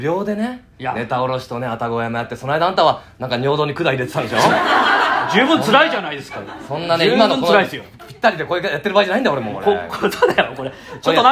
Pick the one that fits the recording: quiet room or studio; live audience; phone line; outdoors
live audience